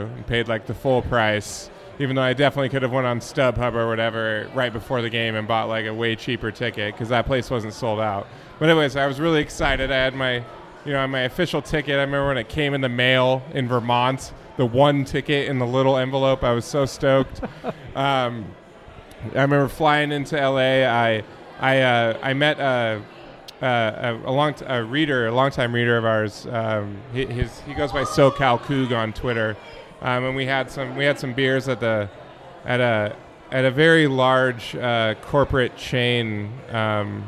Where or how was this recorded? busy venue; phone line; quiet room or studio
busy venue